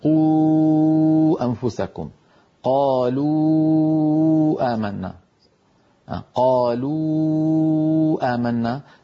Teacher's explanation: فإن الشفتان تنضمان وأقصى اللسان يرتفع عند نطق الواو، والوتران الصوتيان في الحنجرة يهتزان ويرتجفان